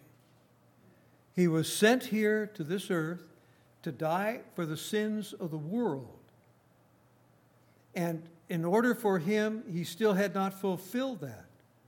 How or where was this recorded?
large echoing room